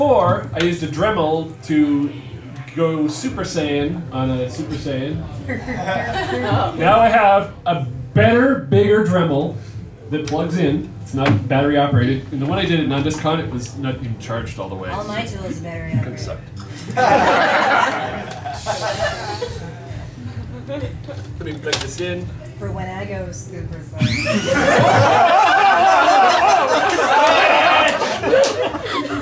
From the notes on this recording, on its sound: Live at PortConMaine 2012